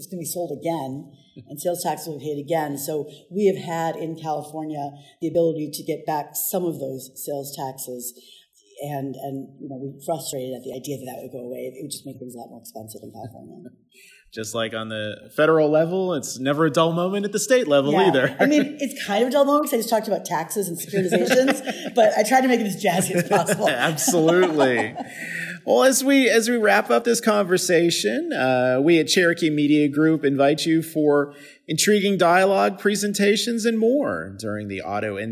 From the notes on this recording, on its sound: recorded in Las Vegas at the end of the organization’s annual Vehicle Finance Conference